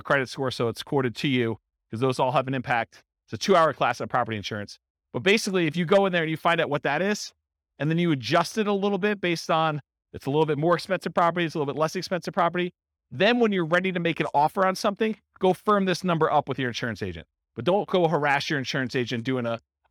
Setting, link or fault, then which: setting, live audience